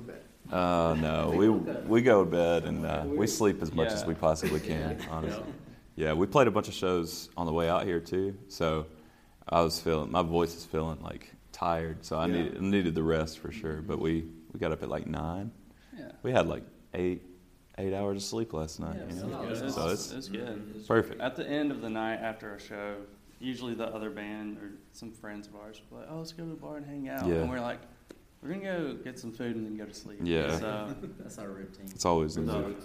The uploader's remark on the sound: LIVE at SXSW 2023.